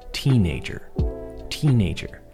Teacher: the stress should be placed on the first of three syllables